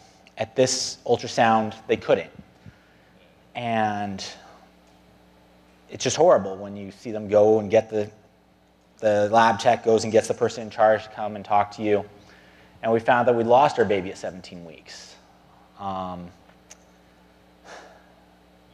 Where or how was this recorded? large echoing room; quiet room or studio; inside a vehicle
large echoing room